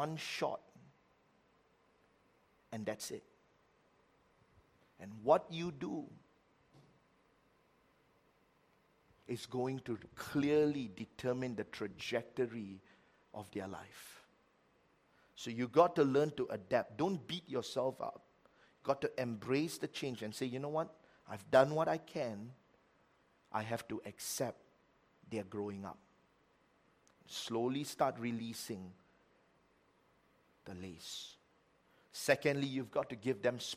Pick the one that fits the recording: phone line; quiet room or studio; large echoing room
large echoing room